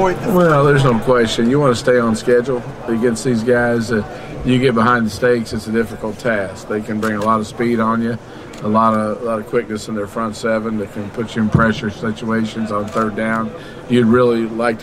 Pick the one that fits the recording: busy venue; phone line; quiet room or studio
busy venue